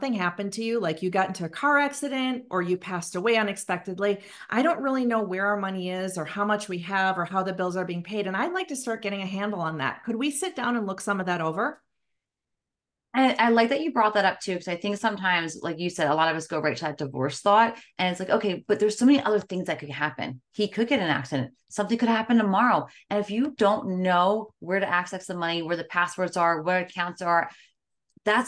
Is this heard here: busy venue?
no